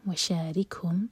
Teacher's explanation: و شارک ہم، کیف پر ہمس، کیف پر سکون ہے